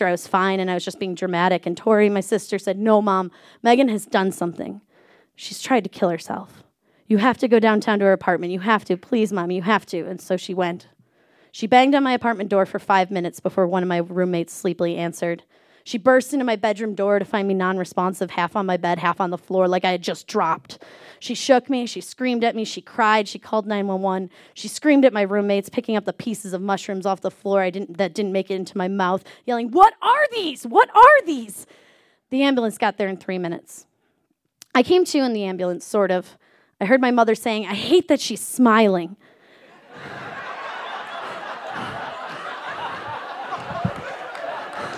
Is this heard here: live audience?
yes